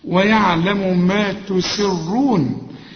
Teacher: يبقى أنا أرقق السين وأفخم الراء